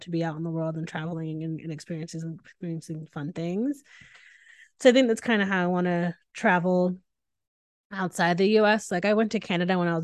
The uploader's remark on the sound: This podcast was recorded via Zoom.